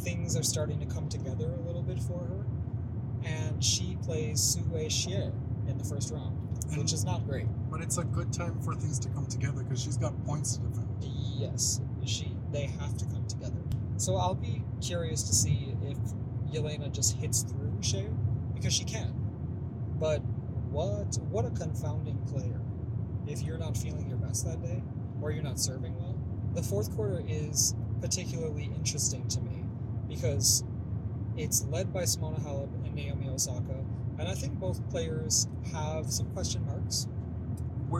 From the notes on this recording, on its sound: We're bringing you our Wimbledon preview from the car, driving down I-90 in Upstate New York.